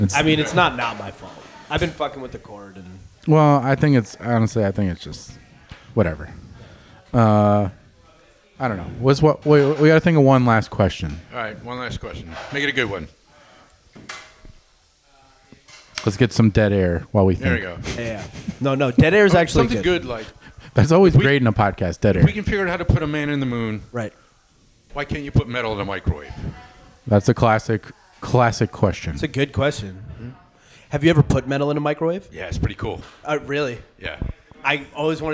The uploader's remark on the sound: Live from Hershey!! Coming to you live from Hershey, PA.